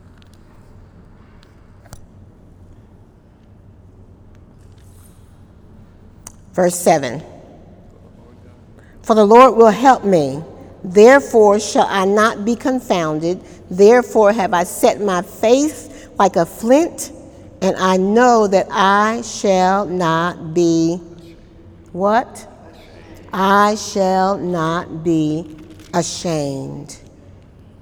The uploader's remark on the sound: During Wednesday night service on October 1, 2018